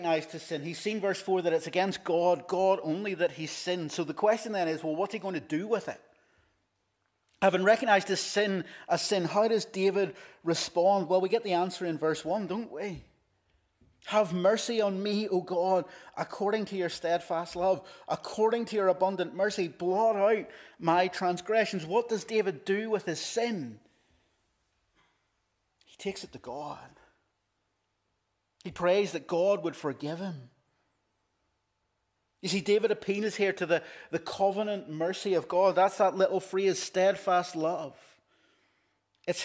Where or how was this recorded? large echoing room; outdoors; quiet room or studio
large echoing room